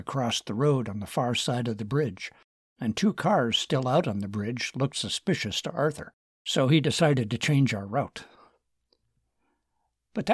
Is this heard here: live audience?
no